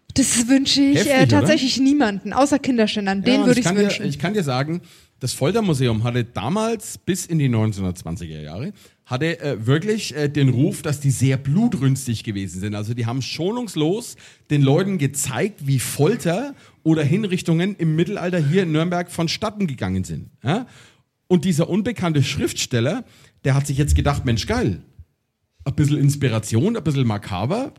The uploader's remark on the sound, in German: vor Live-Publikum